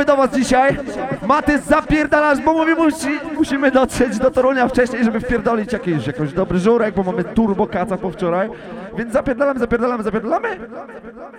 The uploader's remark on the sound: Live Audio from Full A Vibe Saturday juggling night in Toruń [PL], August 2020.